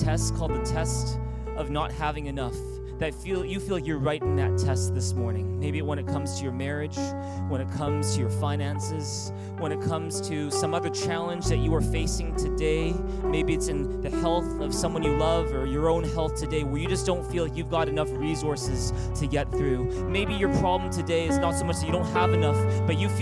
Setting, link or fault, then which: setting, large echoing room